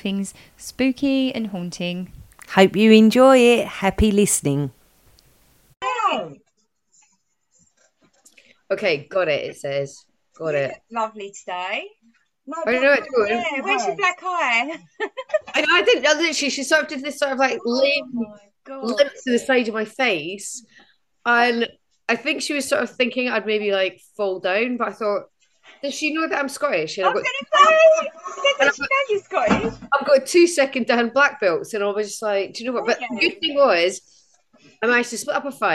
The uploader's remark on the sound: Over Zoom one morning.